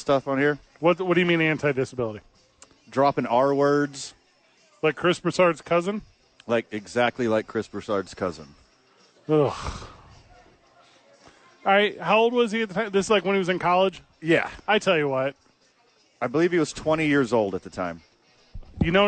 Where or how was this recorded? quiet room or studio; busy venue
busy venue